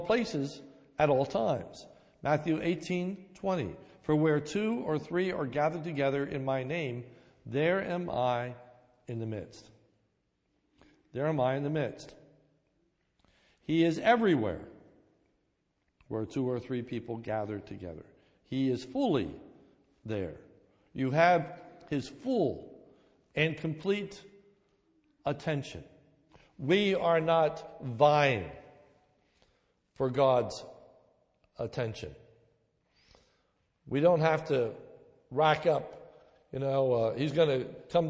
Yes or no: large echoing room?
yes